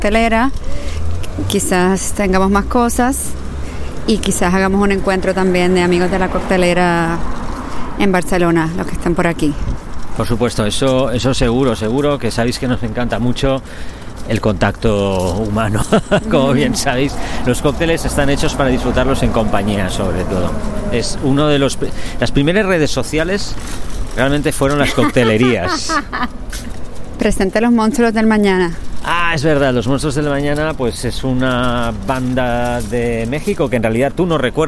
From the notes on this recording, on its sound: Walking and talking. Tras meses confinados, por fin nos encontramos en persona para grabar y brindar.